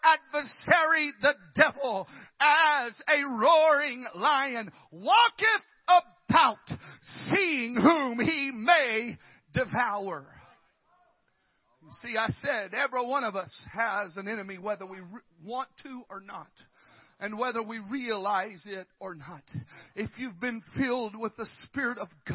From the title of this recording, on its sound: Complete Service Youth Rally FPC of Jennings LA